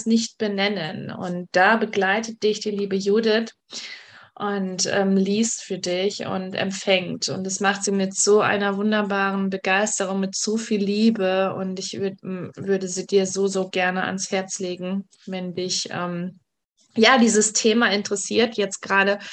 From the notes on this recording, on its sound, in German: es sind alles Mutmacher Geschichten, die ich auf live auf Instagram geführt habe